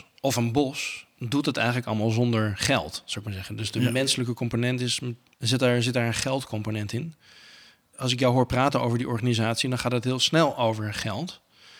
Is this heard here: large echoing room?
no